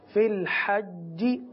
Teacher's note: جیم کی آواز میں چے کی آواز شامل نہ ہو